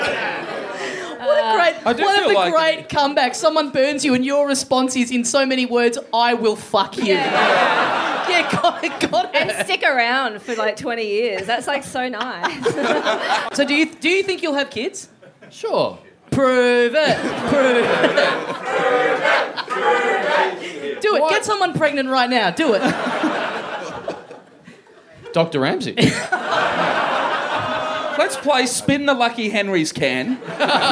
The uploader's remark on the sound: Recorded LIVE at Heya Bar in Brisbane on March 18, 2017.